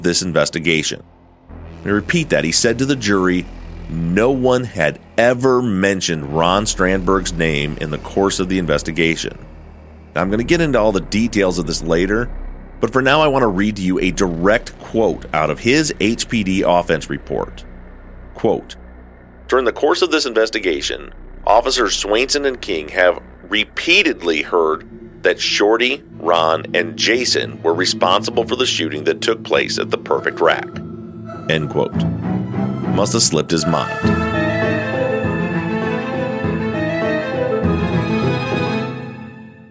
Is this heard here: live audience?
no